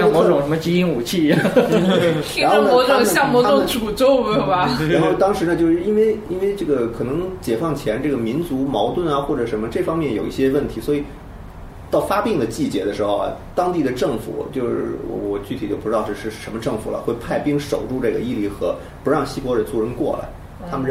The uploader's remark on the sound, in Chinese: 本期节目为在张大妈办公区用录音笔录制，可能有街道上的杂音，请见谅。